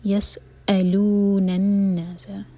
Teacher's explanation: اور اس کے بعد حمزہ کا کٹ آف ساؤنڈ، یس الون الناس سکون کے بعد حمزہ پر زور دیں گے, یس الون الناس نون پر غنہ، نون شدہ پر غنہ